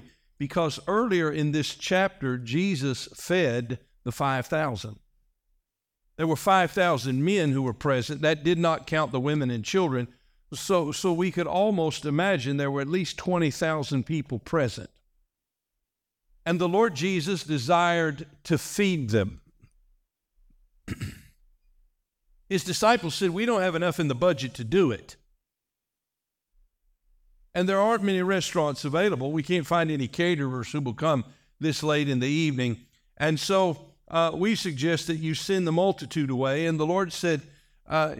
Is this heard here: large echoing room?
yes